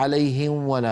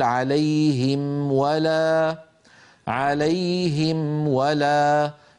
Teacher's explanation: وعند الواو أيضا عليهم ولا، لا يصح عليهم ولا، لابد أن يقول عليهم ولا، عليهم ولا، فنظهر الميم عند الفاء ونظهر الميم عند الواو · Shown in: second take